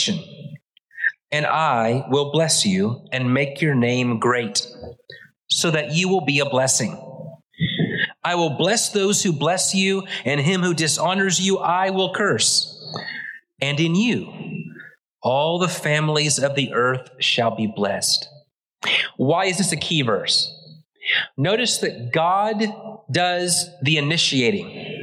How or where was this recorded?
large echoing room